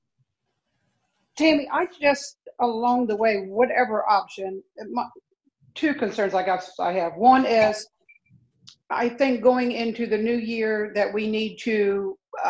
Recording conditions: video call